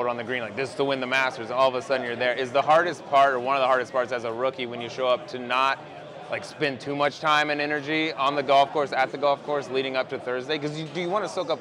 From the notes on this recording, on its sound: Live from Savannah Brewing Co. In Augusta.